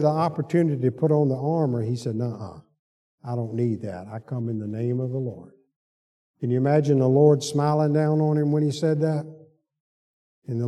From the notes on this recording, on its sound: Sunday school lecture